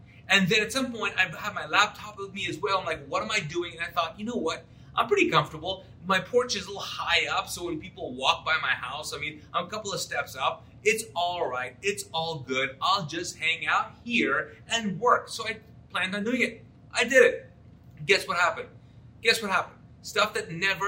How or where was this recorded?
large echoing room